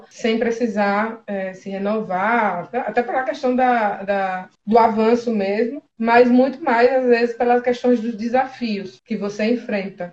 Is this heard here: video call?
yes